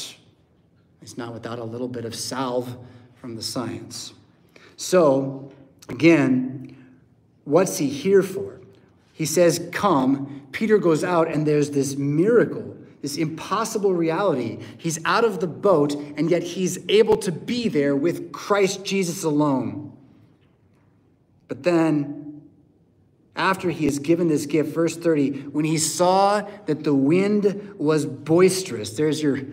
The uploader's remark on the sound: Preached at St Paul Lutheran Church , Rockford, Illinois on February 4th, 2024.